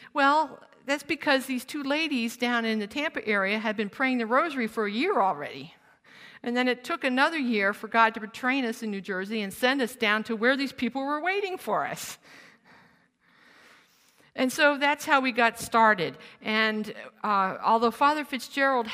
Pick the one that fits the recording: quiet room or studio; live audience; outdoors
live audience